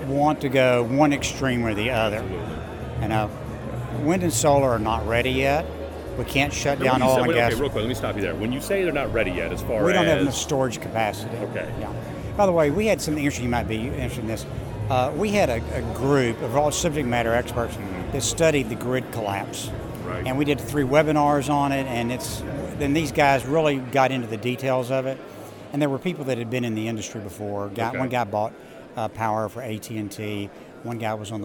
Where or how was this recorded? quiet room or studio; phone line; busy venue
busy venue